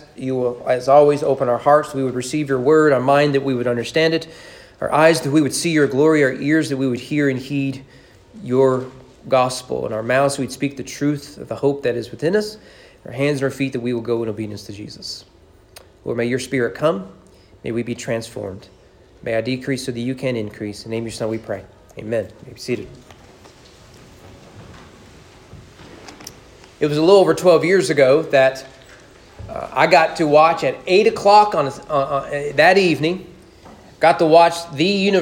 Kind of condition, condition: setting, large echoing room